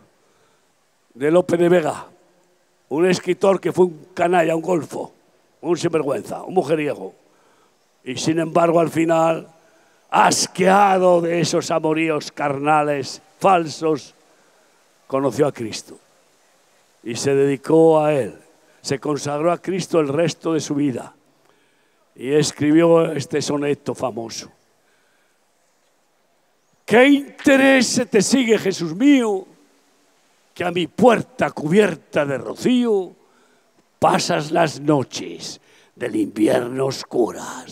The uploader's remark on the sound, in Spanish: Predicación al aire libre. Campaña evangelística grabada el 27 de Abril 2023 en Valencia - España.